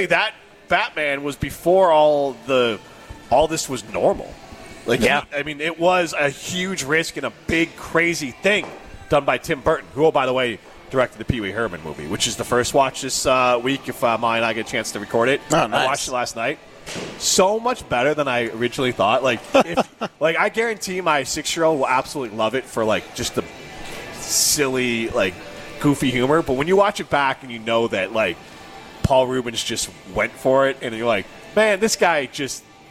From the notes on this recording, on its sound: broadcast live from X-Golf in Middleton